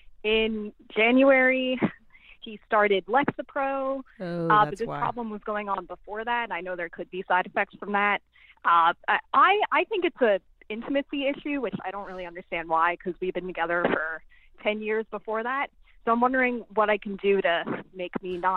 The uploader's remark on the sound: The two of them take live calls from listeners.